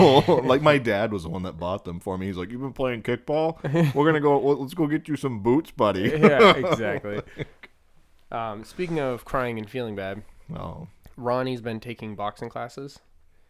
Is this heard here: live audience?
no